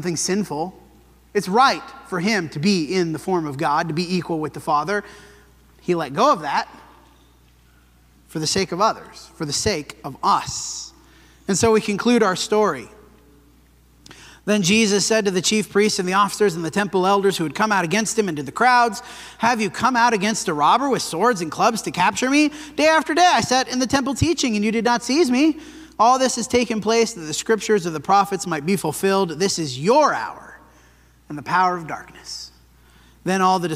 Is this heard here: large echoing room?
yes